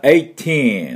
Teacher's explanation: eight の t と teen がもうダブってますので、t は一回しか発音しません